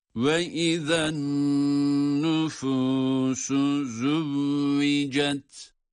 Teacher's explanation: Ve izen nüfu derken nun harfi şeddeli olarak okunduğu için burada evet nun harfi şeddeli okunduğu için burada nunu tutuyoruz